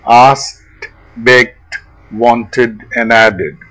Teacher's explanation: And if the verb ends in t or d, you will add id. So, you will hear a t sound after ask, a d sound after beg, and id after want or land.